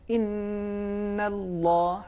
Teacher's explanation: ان اللہ ایسے نہیں ہونا چاہیے، صحیح تلفظ یہ ہے ان اللہ ہے، صرف لام کو موٹا اور تغلیظ کے ساتھ ادا کرنا ہے